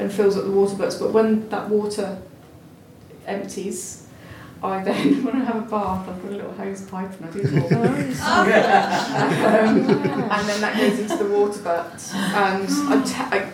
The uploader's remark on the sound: Seedy Sunday’s local gardeners question time. On the panel answering members of the publics questions.